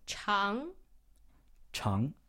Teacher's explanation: going up. It's the second tone.